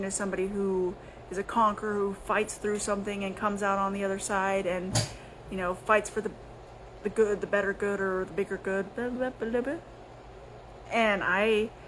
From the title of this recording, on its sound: Instagram LIVE - RAW and Uncut